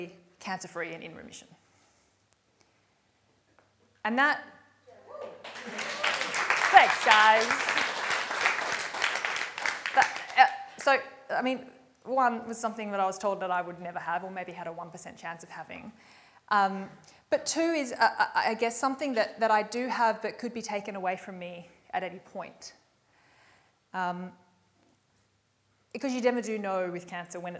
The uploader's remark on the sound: recorded live at REBar Camp 2018